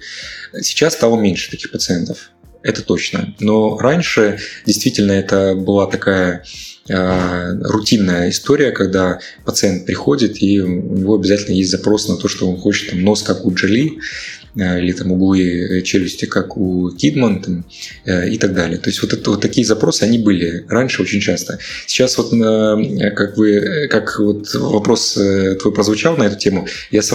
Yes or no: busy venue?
no